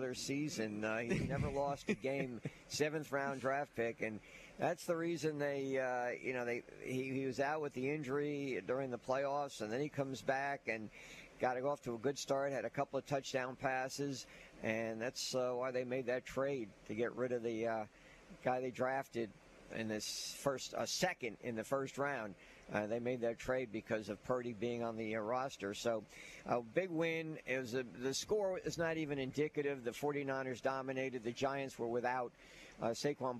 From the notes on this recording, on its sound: LIVE from the campus of Saraland!